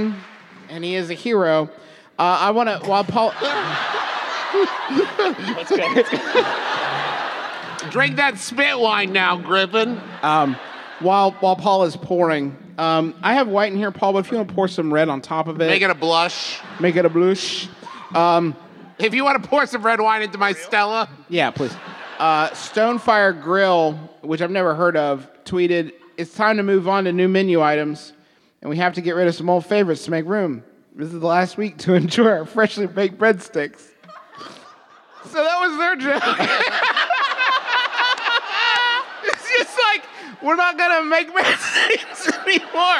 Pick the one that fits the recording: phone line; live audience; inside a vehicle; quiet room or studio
live audience